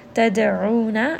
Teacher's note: ayn is going to be from the middle of the throat, and this is going to be a two-count med.